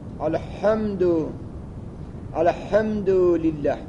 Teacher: جریان هوا در ح شدیدتر است